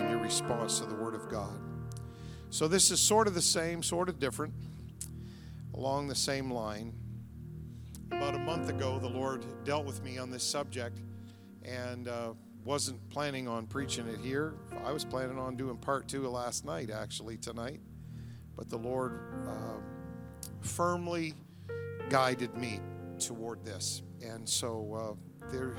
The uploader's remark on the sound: Tuesday Evening Revival Service. The Anchor Church of Zanesville, Ohio.